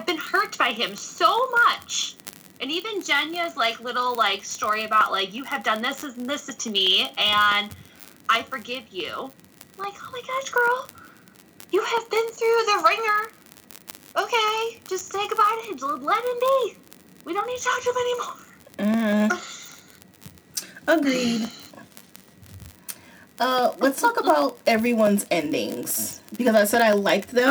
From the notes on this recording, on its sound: Apologies for the static; I don't know what that was